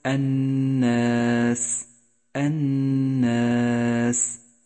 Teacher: بينما جاء حرف الألف مرققا في كلمة الناس الناس، لأنه سبق بحرف مرقق